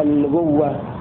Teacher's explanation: في لفظ النبوة أبدلوها واو مشددة